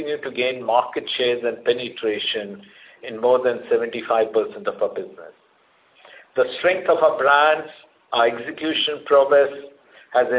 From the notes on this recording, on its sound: Results discussion/conference call